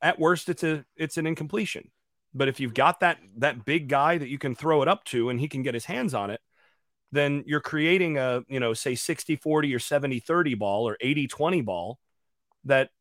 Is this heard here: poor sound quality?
no